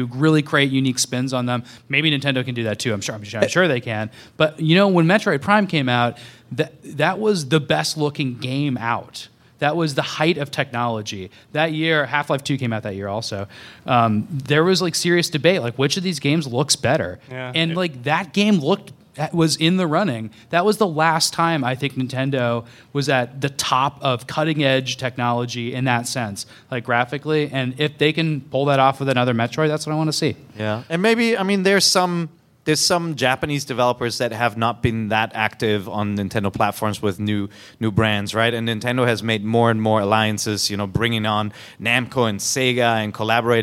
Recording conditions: live audience